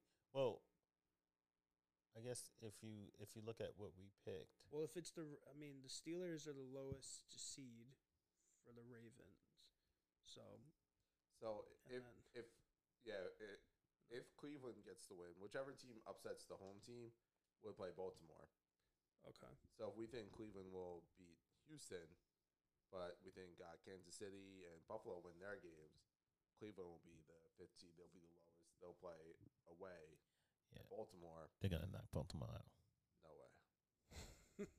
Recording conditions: uneven or low level